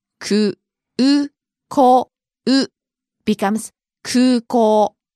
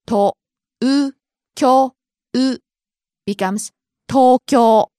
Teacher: But O-U sound becomes O.